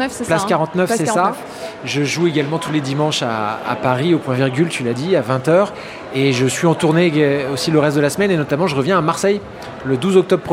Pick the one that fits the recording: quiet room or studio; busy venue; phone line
busy venue